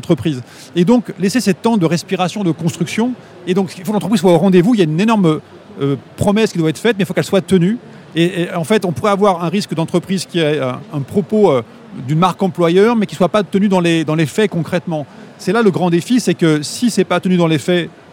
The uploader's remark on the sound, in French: Dans ce nouvel épisode enregistré durant Vivatech 2022, sont réunis autour de la table du Trends Shaker Live.